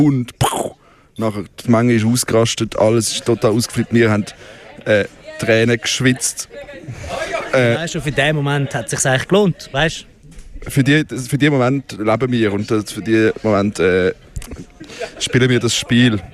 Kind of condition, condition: setting, busy venue